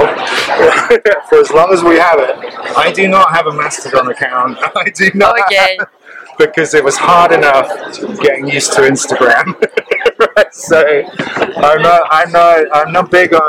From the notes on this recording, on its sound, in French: Festival International de la BD d’Angoulême 2023. Une nouvelle interview sur le stand de 404 comics.